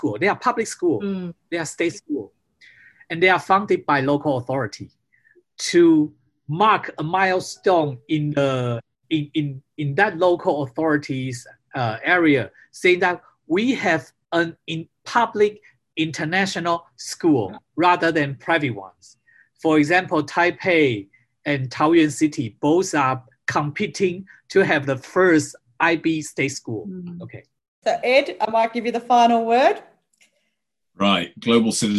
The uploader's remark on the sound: Recorded live via zoom